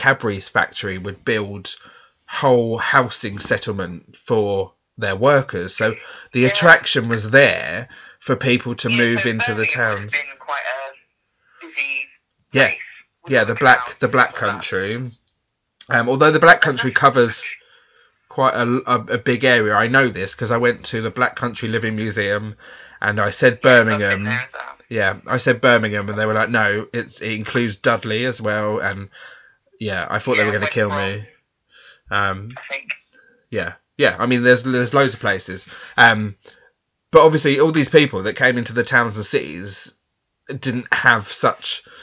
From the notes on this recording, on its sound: joining me via the phone, apologies about the sound